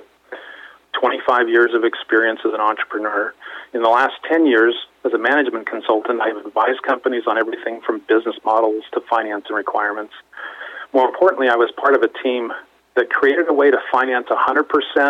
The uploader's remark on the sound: called in to SmallCapVoice